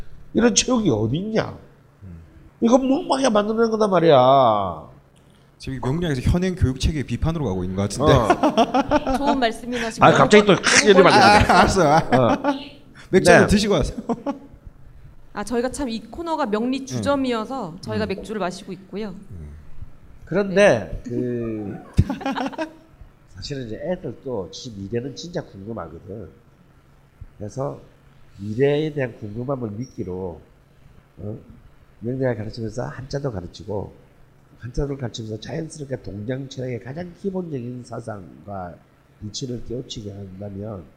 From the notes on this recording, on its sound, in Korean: 뻘쭘한 공개방송.